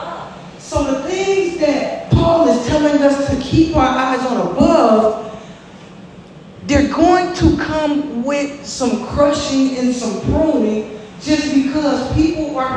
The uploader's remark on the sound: LIVE from Spirit & Life International Ministries!